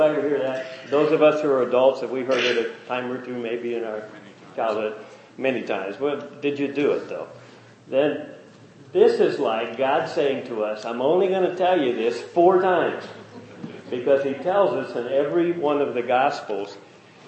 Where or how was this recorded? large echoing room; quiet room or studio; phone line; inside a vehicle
large echoing room